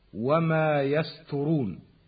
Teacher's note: وأحيانا نجد من يخطئ في التلاوة فيجعل الطاء تاء لتجانسهما في المخرج ولمجاورتها السين